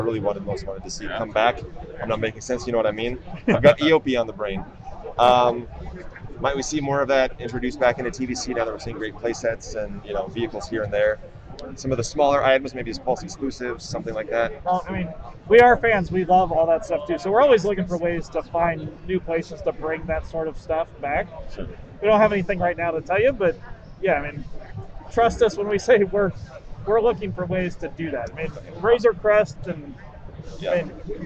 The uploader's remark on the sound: Celebration 2022 Hasbro Q&A. Is at Star Wars Celebration Anaheim 2022! To swing by the Hasbro booth on the show floor after the Hasbro Panel on Friday afternoon.